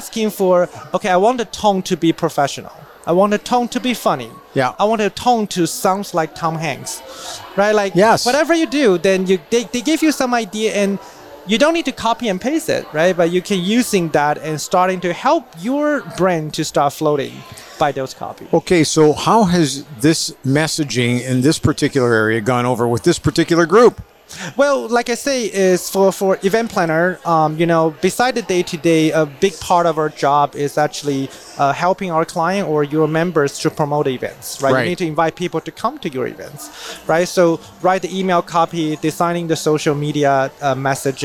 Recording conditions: busy venue